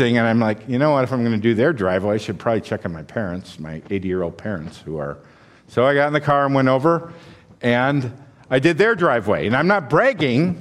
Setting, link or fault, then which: setting, large echoing room